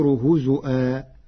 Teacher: قرأ ورش كلمة هزوا بهمز الواو فتصير هزؤا